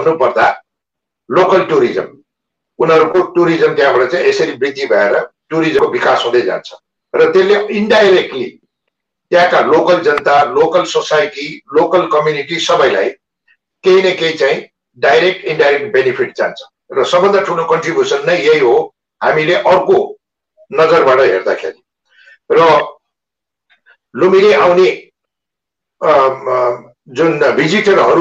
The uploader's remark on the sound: Zoom Seminar